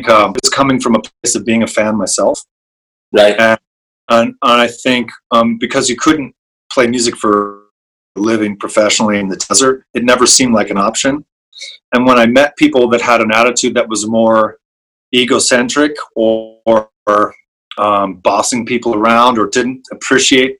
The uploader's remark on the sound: Call-in so we could do a Zoom interview while Los Angeles is still under quarantine lock down. We are doing our best with the sound quality options we have available to us.